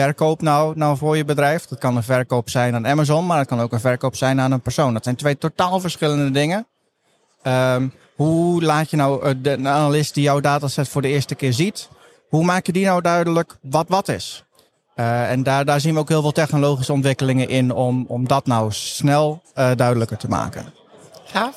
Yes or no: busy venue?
yes